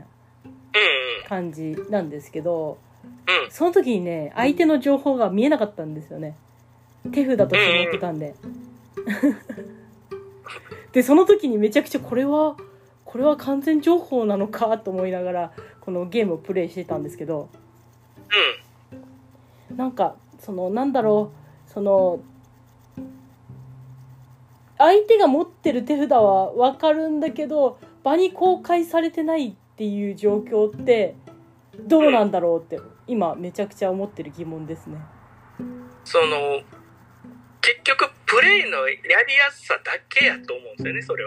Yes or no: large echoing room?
no